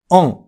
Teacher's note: 母音の、んをつけます。おん。ほら、アンとオンの中間のような曖昧な感じの音に聞こえませんかオン。あくまでもアンと発音しているのですが、喉の奥でくぐもった声でオンと言っているので、オンに聞こえるわけなんですね · IPA: ɑ̃